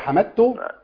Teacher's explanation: حمدتو بادغام الدال في التاء تبقى حمدتو